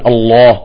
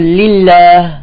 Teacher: أما في الله نفخم اللام والألف · Shown in: first take